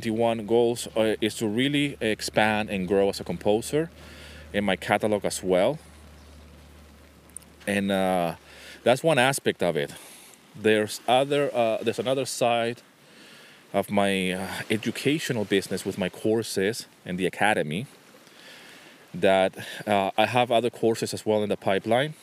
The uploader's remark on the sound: This episode was recorded on a rainy winter day by the beach in Nafplio, Greece.